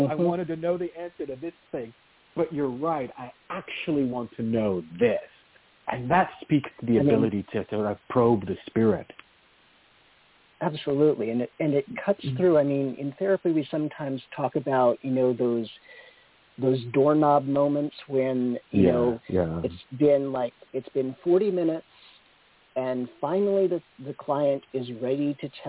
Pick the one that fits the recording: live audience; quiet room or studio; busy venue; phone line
phone line